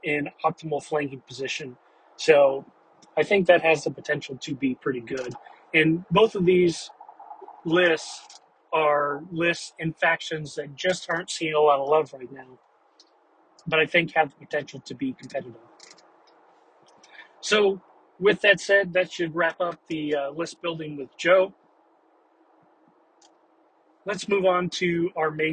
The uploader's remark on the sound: Thoughts from the car